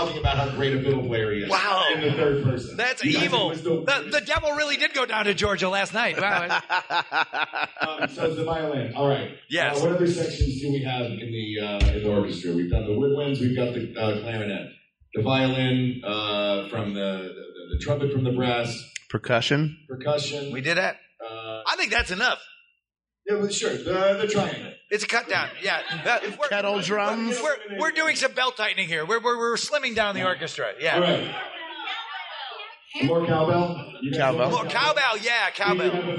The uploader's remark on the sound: Recorded live at Dragon Con 2018.